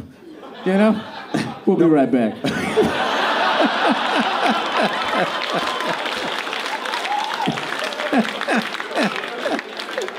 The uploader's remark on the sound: live from The Comedy Store